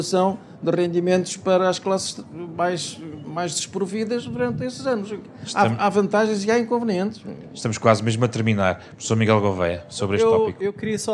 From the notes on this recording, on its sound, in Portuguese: Ouça o debate, que foi gravado ao vivo no lançamento do ensaio. Na Feira do Livro de Lisboa.